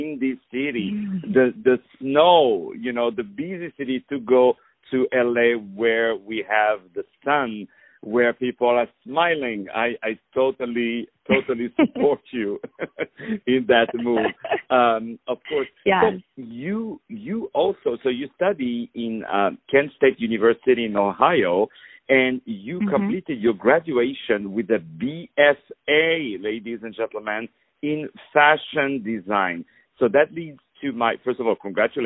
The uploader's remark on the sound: On the phone.